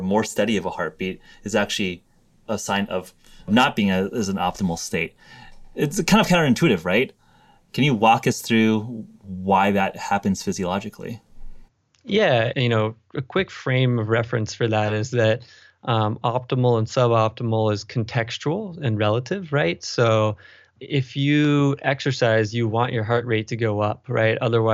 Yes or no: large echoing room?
no